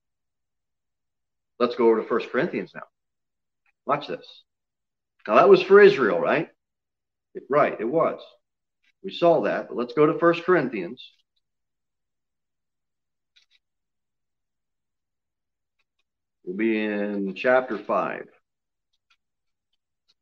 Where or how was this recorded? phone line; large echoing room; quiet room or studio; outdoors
large echoing room